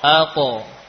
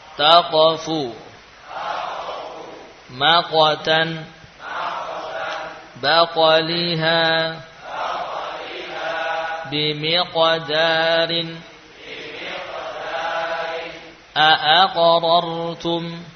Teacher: Huruf qaf dan ta adalah huruf qalqalah yang bersifat tebal. Suaranya lain dari ba, jim, dal.